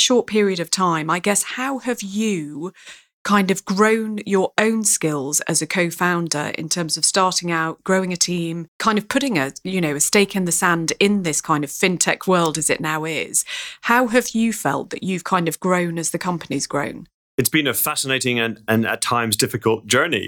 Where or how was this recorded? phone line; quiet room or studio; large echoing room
quiet room or studio